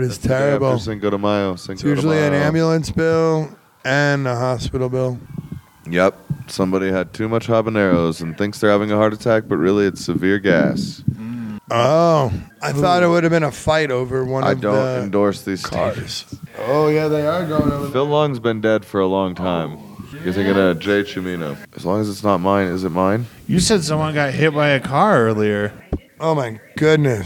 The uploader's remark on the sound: The Geeks were at the Chief Comedy Festival, located in Trinidad, Colorado.